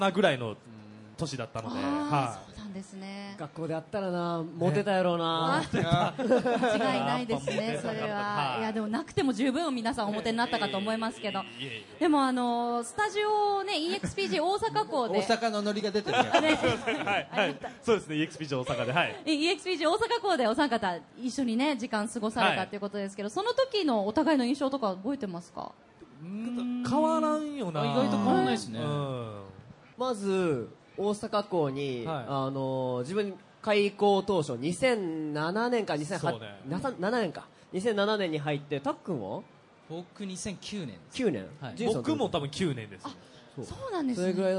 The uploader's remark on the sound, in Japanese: 大阪・松原市での公開録音